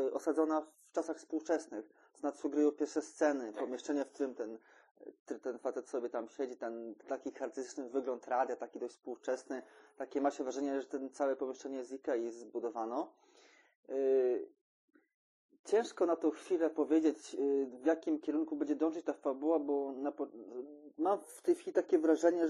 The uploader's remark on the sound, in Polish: Jakość dźwięku zapewne nie jest taka jakiej pragniemy, ale zamierzamy nad nią popracować w najbliższych odcinkach.